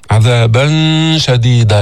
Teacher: أعد الله لهم عذابا شديدا، كمان إخفاء، عذابا شديدا، لسانك بيبقى تحت ما يطلع على مخرج النون، فقط الغنة تأتي بها من الخيشوم